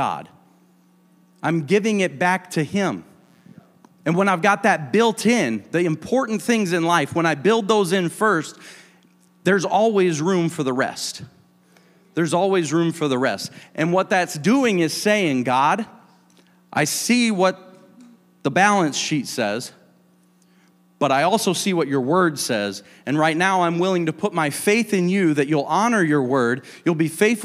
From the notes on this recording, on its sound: a service recording from Connect Point UPC